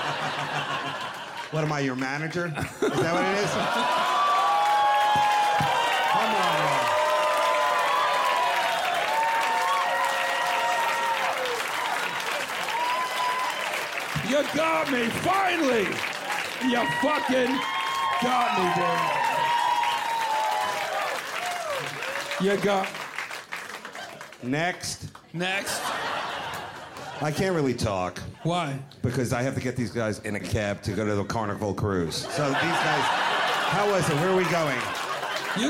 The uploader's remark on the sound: Roast The Audience